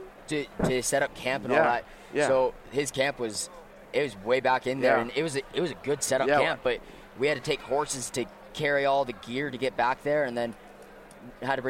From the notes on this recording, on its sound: sit down with Living Country in the City at Hunt Expo in Salt Lake City